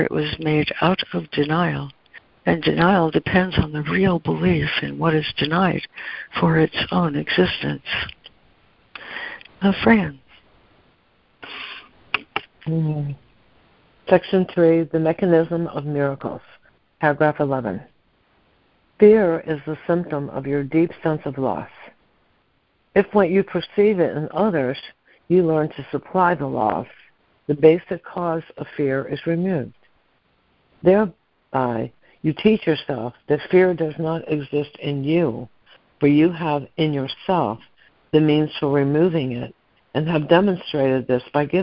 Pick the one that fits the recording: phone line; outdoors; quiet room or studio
phone line